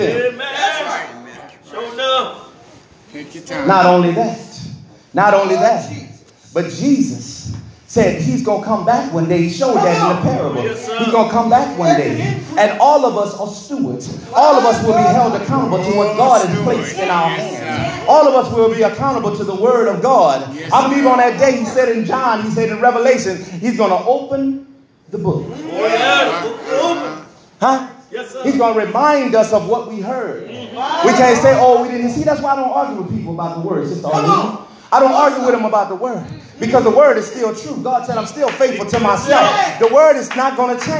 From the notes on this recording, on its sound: This message was recorded in the sanctuary of True Vine Missionary Baptist Church in Hauhnville Louisiana.